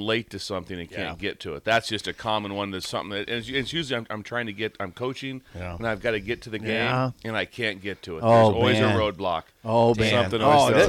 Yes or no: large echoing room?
no